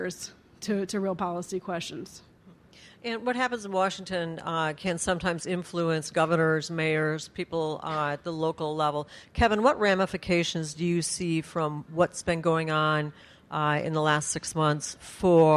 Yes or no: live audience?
yes